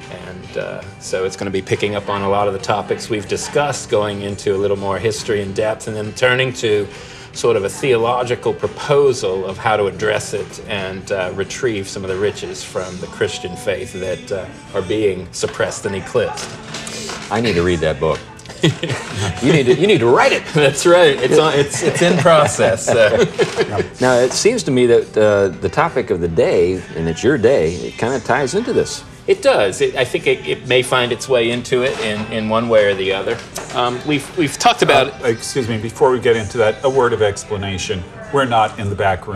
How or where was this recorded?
busy venue